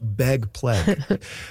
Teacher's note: among some speakers, particularly notable in Vancouver and Seattle and maybe a little bit of Portland, ags are turning into eggs · Term: pre-G-merger